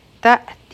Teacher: آیا نمبر 10 فرتقب رابه غټه وایو ځکه چې د دې نه مخکې په فا باندې فتحه ده او په باب قلقله کو ځکه چې په دې سکون دی یوما یو حروف لین دی نرم به وایو تأتی السماء په حمزه باندې سکون دی جټکه به ورکو